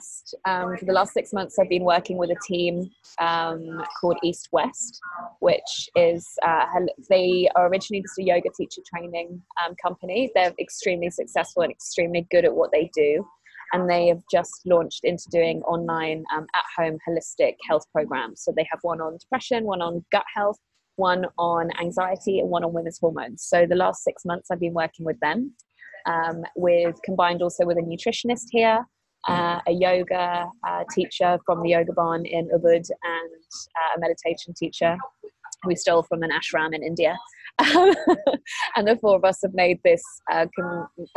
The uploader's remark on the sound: we did this interview via skype